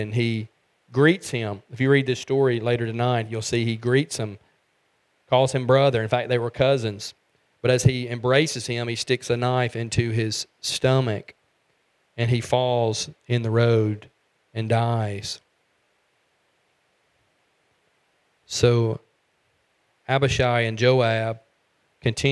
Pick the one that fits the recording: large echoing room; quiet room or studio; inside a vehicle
large echoing room